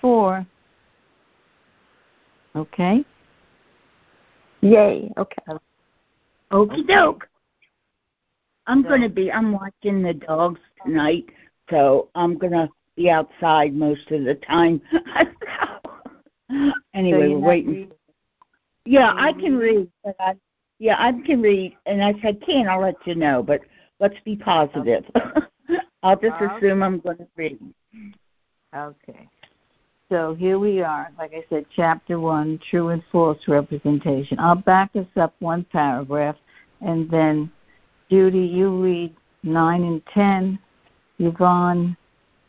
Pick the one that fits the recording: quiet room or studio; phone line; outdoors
phone line